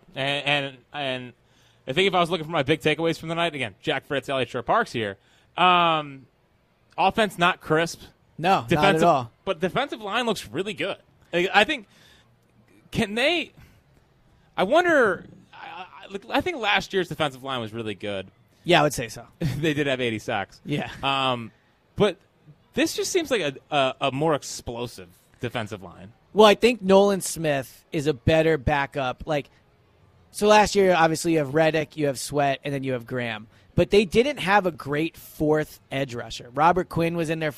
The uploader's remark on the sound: Live at Lincoln Financial Field. Broadcasting the Eagles only open practice of the season.